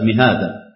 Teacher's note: يقول الإمام الشاطبي رحمه الله تعالى مع الزخرف يقصر بعد فتح وساكن مهادا ثوى، أي قرأ الكوفيون لفظ مهدا بالقصر أي بحذف الألف بعد الهاء مع فتح الميم وسكون الهاء كما نطق، وقرأ الباقون بكسر الميم وفتح الهاء وإثبات ألف بعدها هكذا مهادا